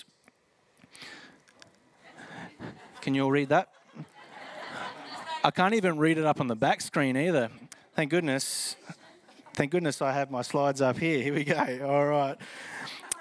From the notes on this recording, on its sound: Hope Central [Live]. This recording is from a Live service at Hope Central Elizabeth, South Australia.